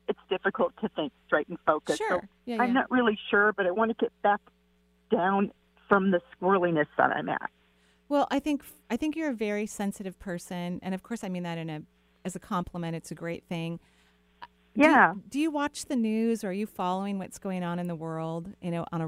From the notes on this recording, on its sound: Call-in show. Providing intuitive readings for callers all over the country.